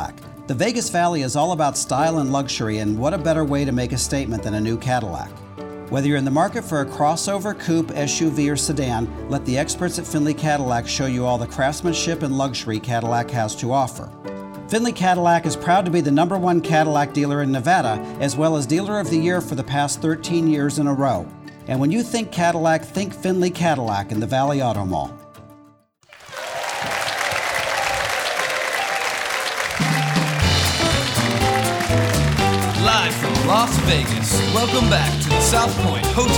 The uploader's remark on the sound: Live at the South Point Casino